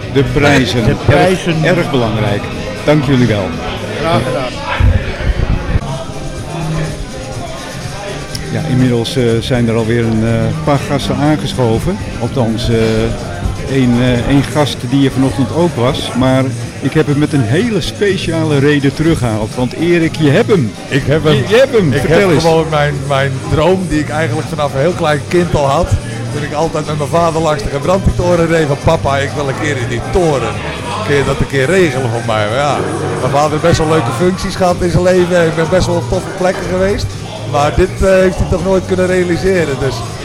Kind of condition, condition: setting, busy venue